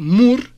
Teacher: Subo el pico de la lengua al paladar para que allí vibre la apical, mur. Después bajo la lengua y la pongo en contacto con los dientes y sale la C.